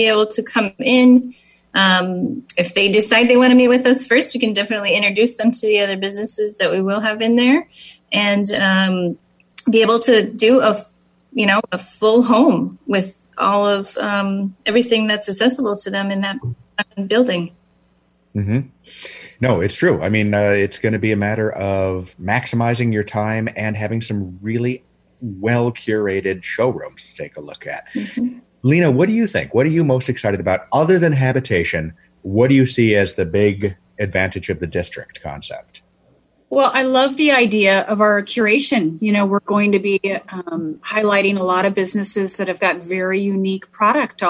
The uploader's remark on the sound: Update via Zoom